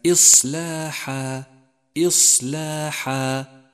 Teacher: لاحظ الصفات التي اجتمعت لحرف الصاد من كلمة إصلاحا، إصلاحا، فالهمس والتفخيم والصفير والإطباق كلها صفات تستدعي منك نطقا صحيحا لهذا الحرف.